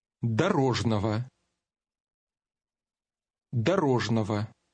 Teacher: When G and O appear together in the middle or at the end of a word, the G will often have a V sound.